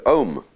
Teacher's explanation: when you say om, you begin at the back of your throat with O and you finish at your lips. And so you take in the whole range of sound.